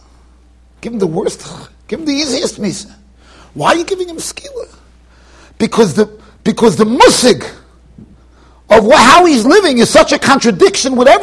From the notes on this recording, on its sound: Shiur recorded in Yeshivas Ohr Reuven, Monsey NY.